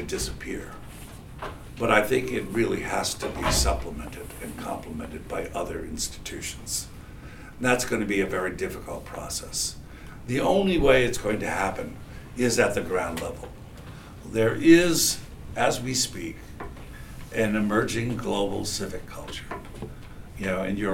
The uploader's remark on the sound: This lecture was recorded on March 22, 2016 in Machmer at UMass Amherst.